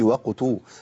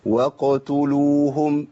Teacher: اخلص القاف الاول وبعدين انتقل للتاء المضمومه بهيئه الضم اللي هي بروز الشفتين للامام مع تدوير · Shown in: second take · اللي هي الهيئه بتاعت الضم.